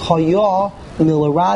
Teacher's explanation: The emphasis is on the yud, on the last syllable.